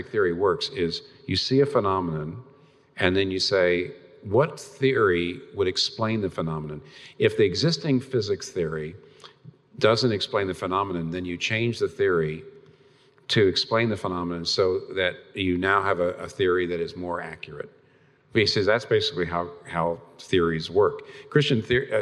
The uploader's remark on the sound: This Q&A session was recorded before a live audience on April 18, 2019 in New York City.